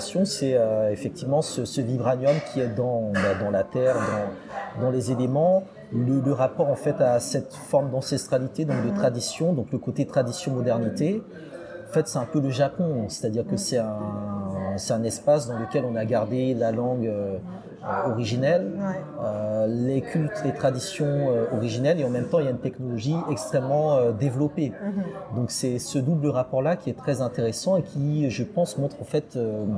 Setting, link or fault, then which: fault, background noise